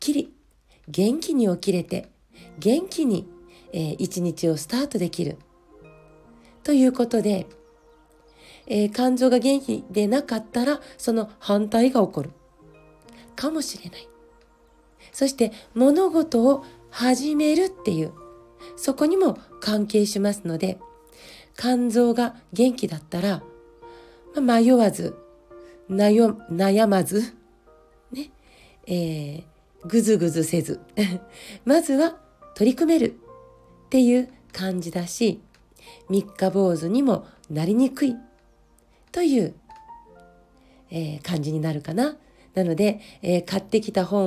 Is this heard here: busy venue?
no